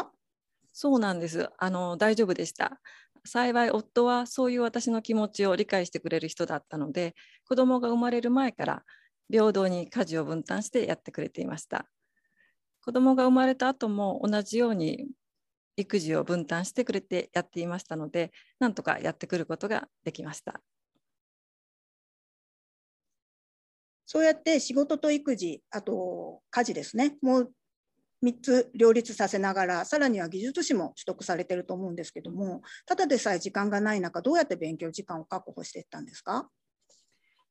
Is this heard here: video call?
yes